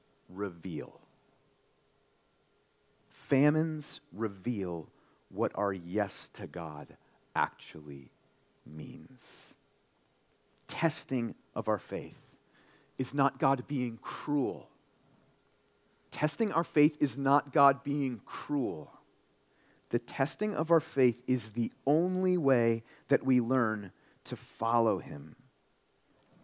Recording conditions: large echoing room